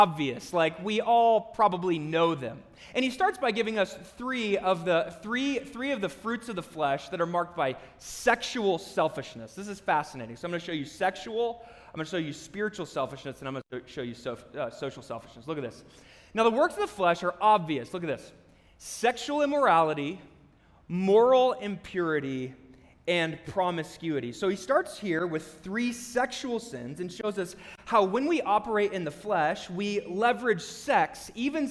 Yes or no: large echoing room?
yes